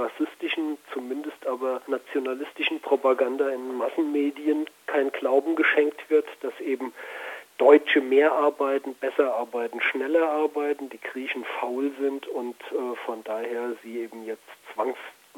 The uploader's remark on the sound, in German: Telefoninterview